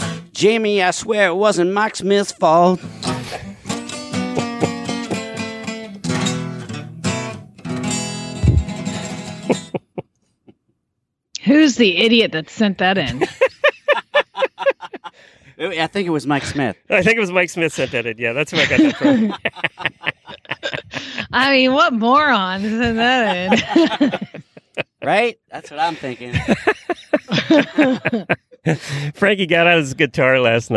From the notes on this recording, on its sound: Road Show. Truck in a parking lot in Norwalk, OH.